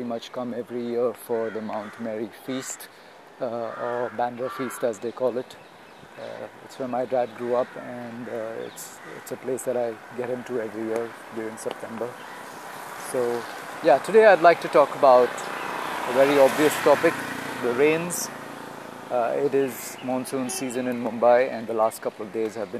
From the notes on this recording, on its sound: Walking at Mount Mary.